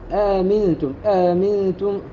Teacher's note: الملك إذا وصل بما قبله يبدل الهمزة الأولى واوا ويسهل الثانية، وإذا بدأ بها فإنه يحقق الهمزة الأولى ويسهل الثانية